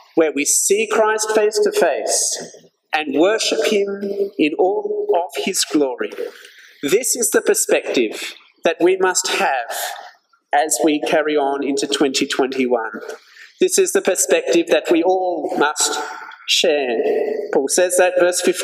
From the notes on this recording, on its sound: This sermon was preached at St George's Church, Penang on 31st December 2021.